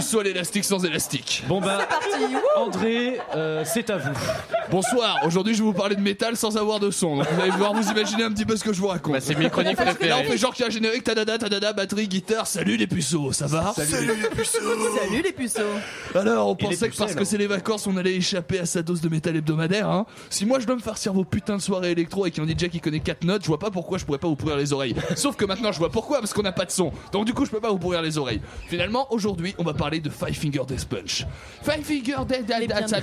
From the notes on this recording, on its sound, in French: Émission enregistrée en direct du bar "Les Cochons Flingueurs". Aux Cochons Flingueurs à Saint-Quay-Portrieux.